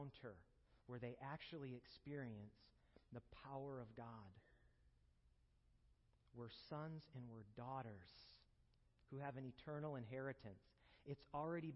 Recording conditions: large echoing room